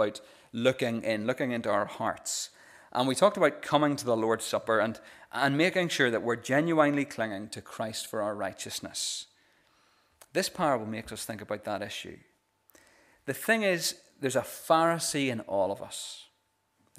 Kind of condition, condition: setting, large echoing room